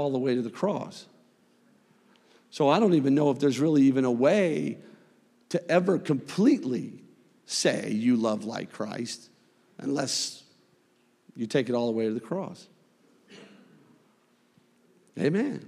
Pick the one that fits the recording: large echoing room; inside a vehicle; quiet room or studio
large echoing room